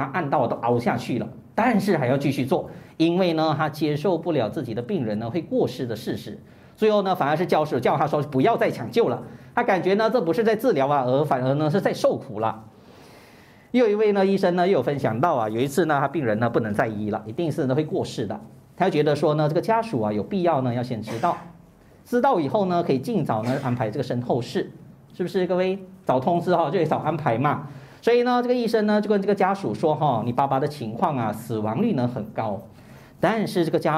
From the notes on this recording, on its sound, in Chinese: 2023清明开示【现场录影】。